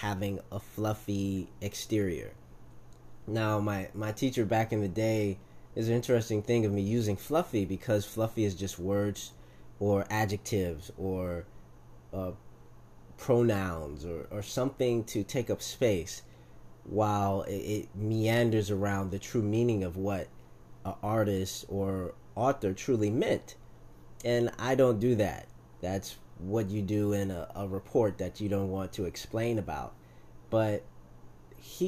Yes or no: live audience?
no